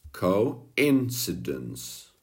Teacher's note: Poslední dvě slabiky, přestože obsahují NC, vyslovujeme to jako sidence, jo. Je tam cidence, ale my to vyslovujeme sidence.